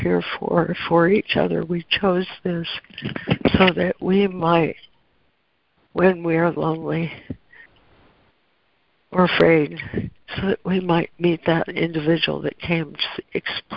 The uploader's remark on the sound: ACIM Daily Conference Call.